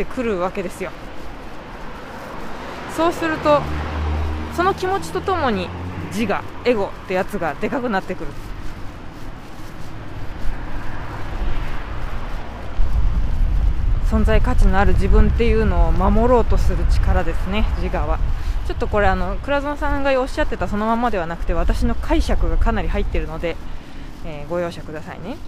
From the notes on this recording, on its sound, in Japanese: 帰り道に収録しました。